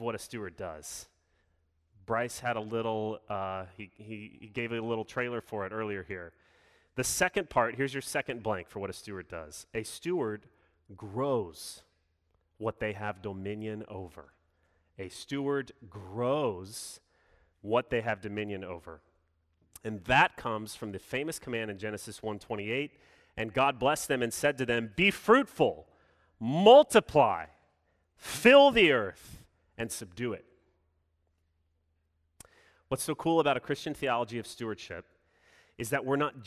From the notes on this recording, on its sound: Sermon delivered Sunday, June 6, 2021